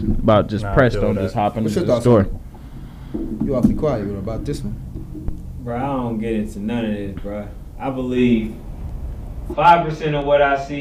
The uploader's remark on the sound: We got some of the guys in the building. We want to apologize for the audio on this episode. We had to cut some parts of the episode out due to unclear audio.